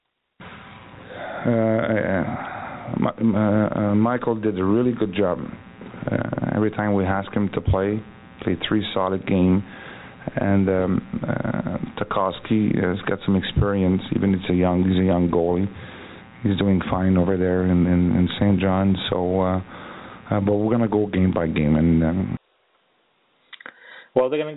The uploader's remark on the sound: we take your phone calls